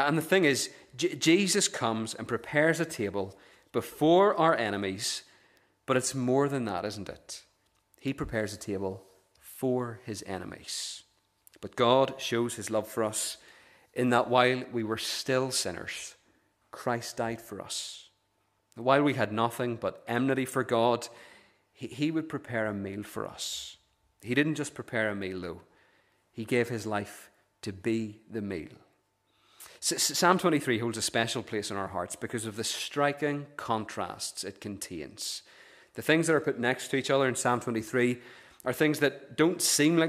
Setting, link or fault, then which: setting, large echoing room